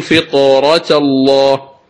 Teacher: أيضا قوله تعالى: فطرة الله، فطرة، الطاء ساكنة سبقت بكسر، لكن لما كان الساكن هو حرف الطاء فخمت فتقول فطرة الله